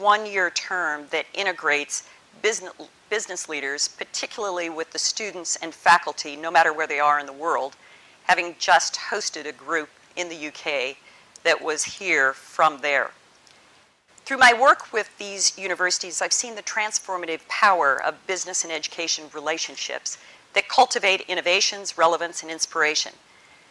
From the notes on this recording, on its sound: delivered the University's prestigious Annual Bolland Lecture as part of the Bristol Distinguished Address Series